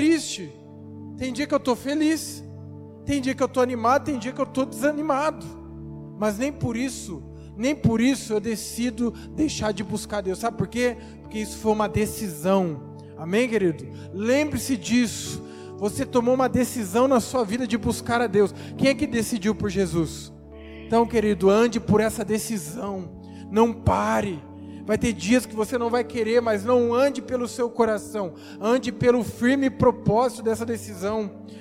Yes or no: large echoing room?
yes